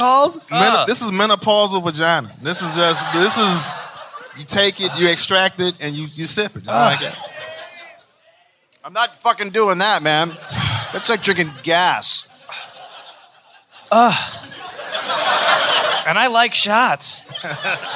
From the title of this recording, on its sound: Live in Chicago